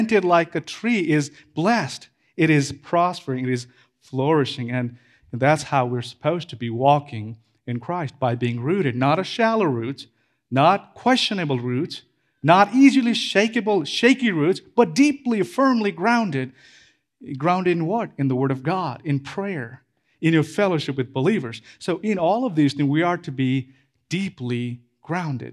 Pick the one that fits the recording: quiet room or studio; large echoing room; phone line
large echoing room